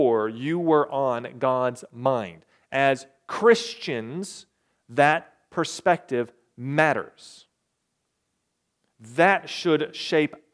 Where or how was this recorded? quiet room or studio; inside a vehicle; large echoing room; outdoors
large echoing room